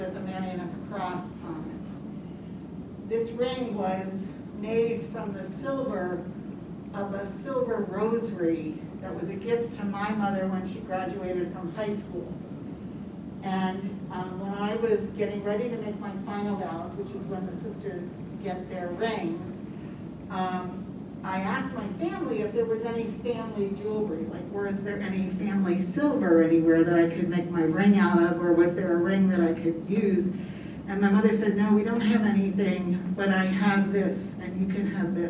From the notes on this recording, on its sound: Agape Latte is recorded in front of a live studio audience and archived in audio format.